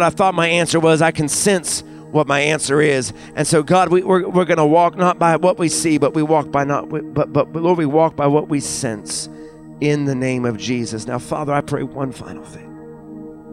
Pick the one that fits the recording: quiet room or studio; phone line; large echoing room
large echoing room